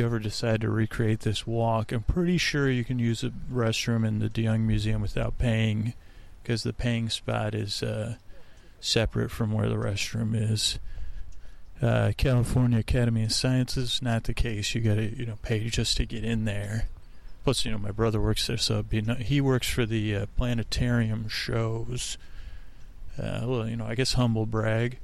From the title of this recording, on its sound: On Location at Golden Gate Park